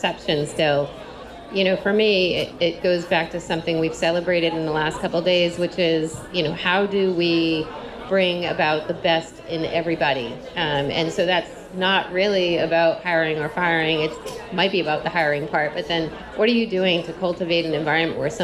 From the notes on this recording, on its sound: Part one in a series from NEHRA's annual conference, 2019! NEHRA's HR Live event.